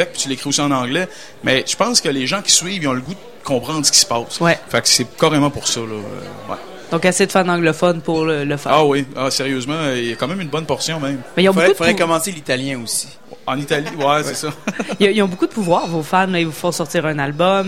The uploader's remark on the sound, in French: lors du Festival d'été de Québec, sur les ondes de CKRL 89,1 en direct du bar Le Sacrilège.